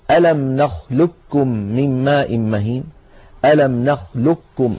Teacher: القاف من أقصى اللسان مع ما يحاذيها من الحنك، والكاف أسفل منها بقليل، القاف مفخمة والكاف مرققة